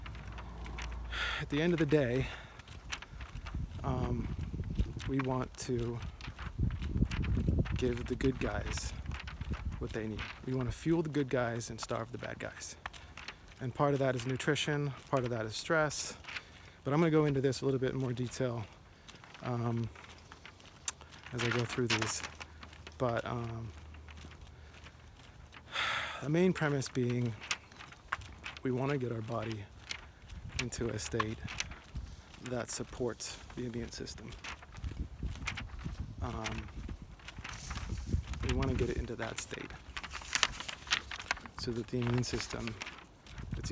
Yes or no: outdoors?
yes